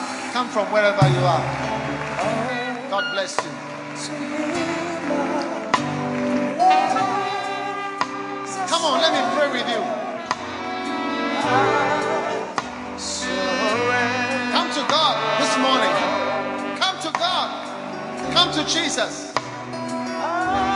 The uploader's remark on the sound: Preached at Holy Hill Chapel, Accra.